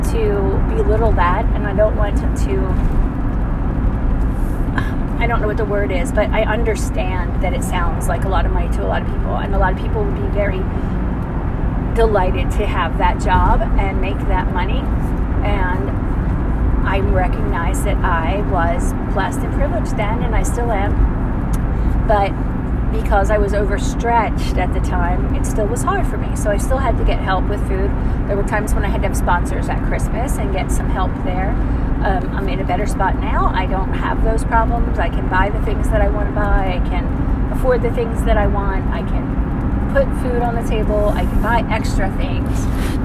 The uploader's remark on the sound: Road Time Rambling. Recorded in car.